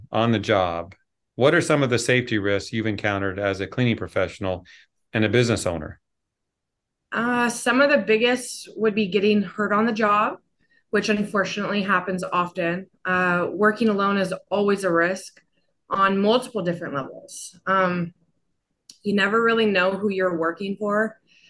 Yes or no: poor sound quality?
no